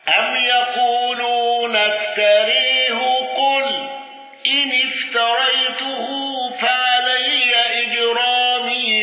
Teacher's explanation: حمزة بالإمالة والإشباع